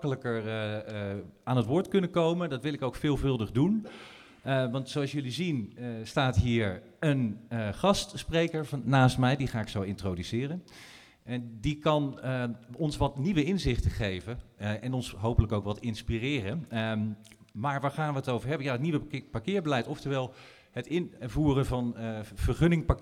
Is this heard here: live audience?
yes